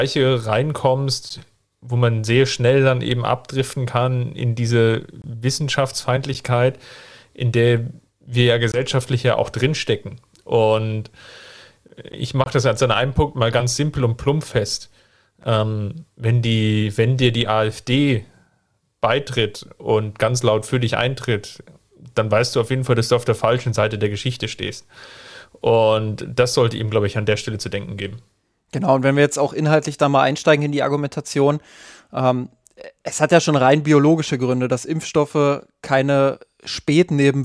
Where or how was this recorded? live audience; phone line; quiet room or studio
quiet room or studio